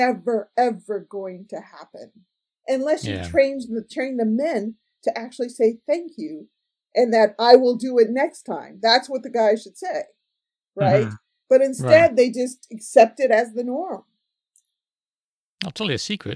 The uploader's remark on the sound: Unfortunately, the audio quality isn't as good as I'd hoped. There's a terrible echo on my voice which comes and goes as the recording plays. I've done my best to clean it up, but it was just a bad recording and there's only so much I can do!